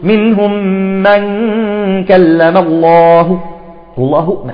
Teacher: تعطيها روم، يعني تعطيها ضمة بسيطة